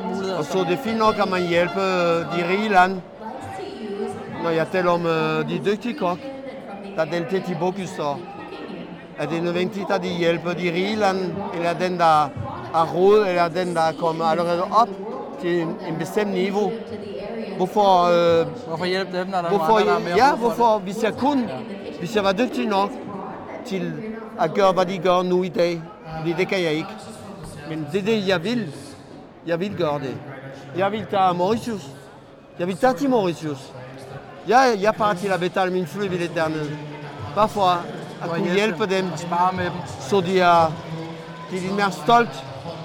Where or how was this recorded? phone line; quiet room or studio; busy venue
busy venue